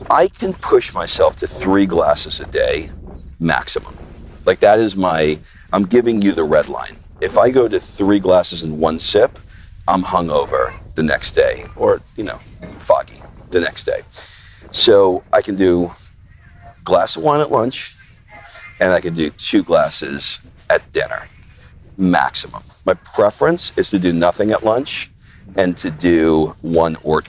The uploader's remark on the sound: I take a walk and talk